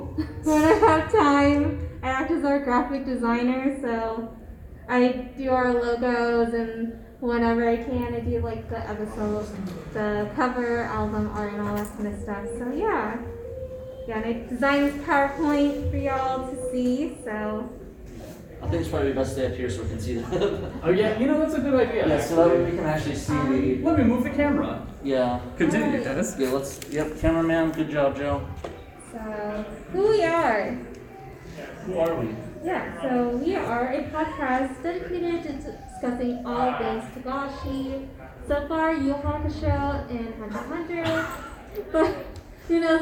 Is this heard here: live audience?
yes